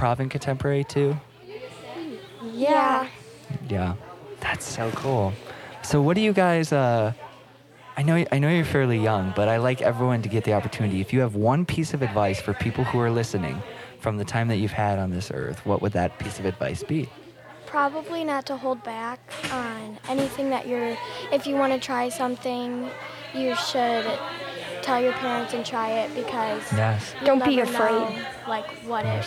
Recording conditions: background noise